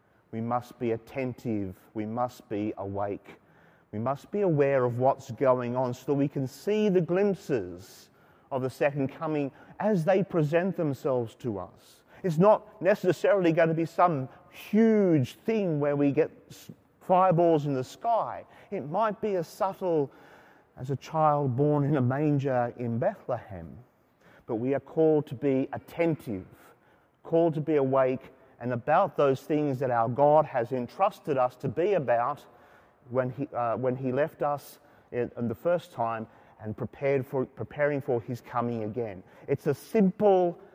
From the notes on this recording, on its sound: Saturday Evening Mass from Sacred Heart Cathedral, Hamilton.